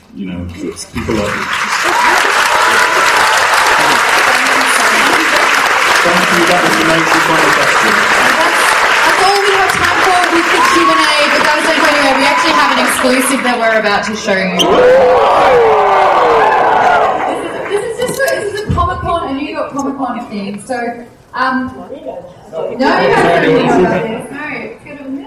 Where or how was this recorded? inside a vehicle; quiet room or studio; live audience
live audience